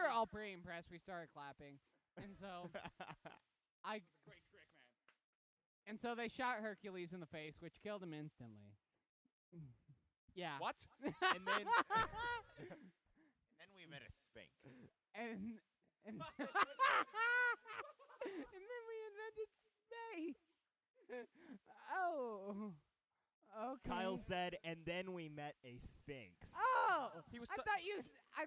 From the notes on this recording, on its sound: GREAT CONTENT WISE, TERRIBLE AUDIO WISE!